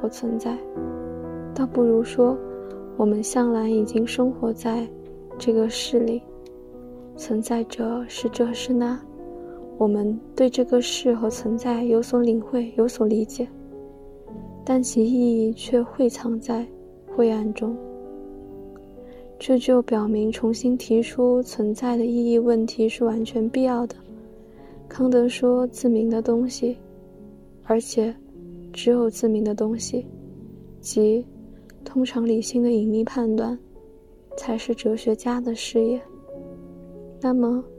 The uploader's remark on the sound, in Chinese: 没有准备，也不打算剪辑。这个BGM是我读海德格尔的时候，晚上从图书馆走回宿舍的背景音乐。带有轻微的舍友发出的杂音。